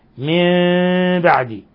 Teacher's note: قوله تعالى من بعد نون ساكنة جاء بعد حرف الباء الحكم التجويدي إقلاب، حيث قلبنا النون الساكنة ميما مخفاة عند ملاقاتها لحرف الباء